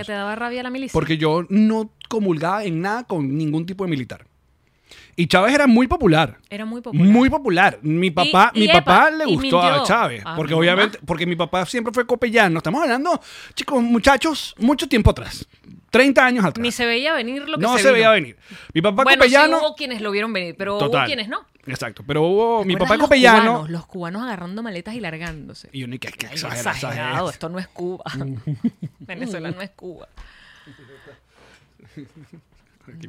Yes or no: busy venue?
no